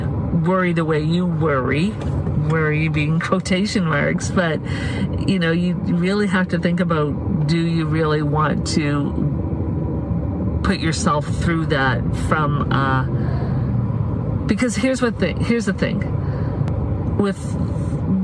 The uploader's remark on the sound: These are vehicle videos so there will be some sound in the background. Vehicle Videos(VV) are unscripted, unedited, focused videos in our vehicles ! (the audio is from within a vehicle).